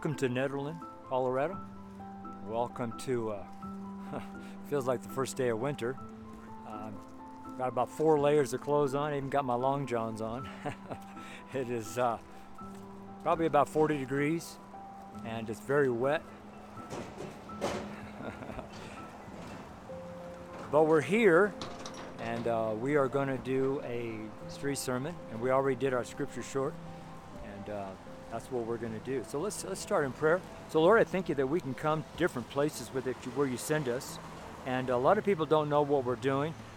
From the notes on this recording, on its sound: Street Sermon from Nederland, Colorado. It was like the first day of winter up in Nederland...